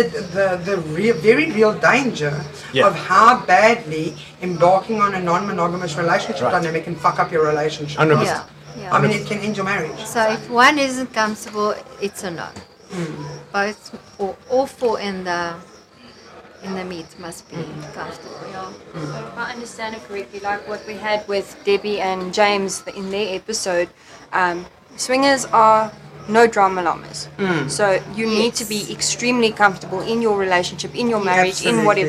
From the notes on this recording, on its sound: Live from this lavish soiree.